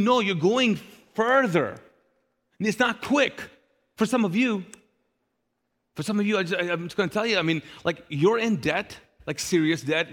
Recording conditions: large echoing room